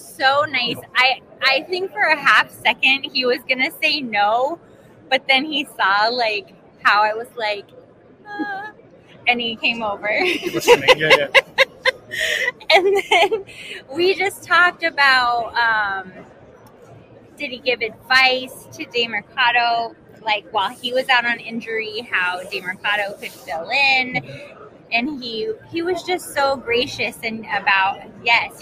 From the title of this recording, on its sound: Live From Super Bowl LVIII!